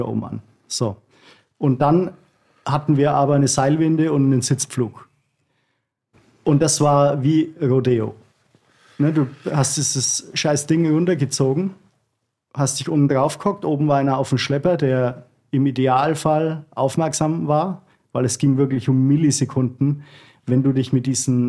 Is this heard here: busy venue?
no